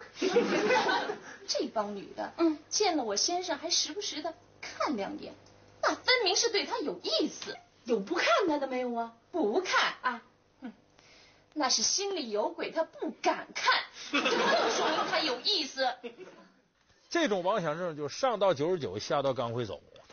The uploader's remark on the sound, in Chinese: 還有聽故事的觀眾